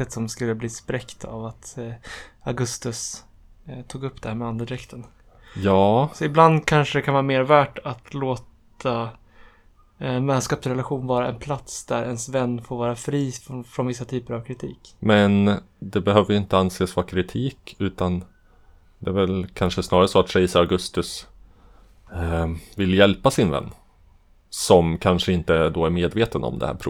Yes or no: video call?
no